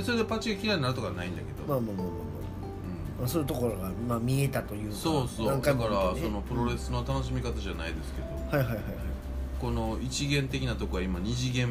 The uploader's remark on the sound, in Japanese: 神戸、SPACE DOG!RECORD(お店)より。